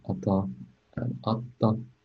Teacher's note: we varied the length of the T sound in this pseudo word